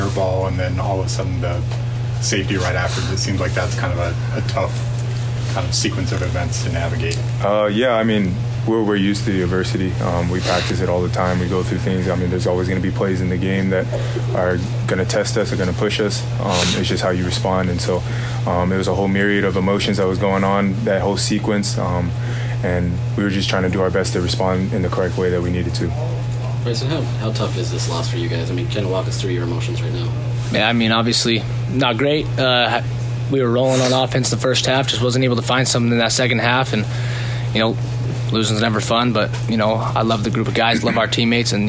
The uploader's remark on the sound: Post game press conference. At Washington.